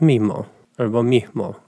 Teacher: a w innych dialektach to jest mimo albo mihmo z takim ch. To S po prostu zanika przed spółgłoskami.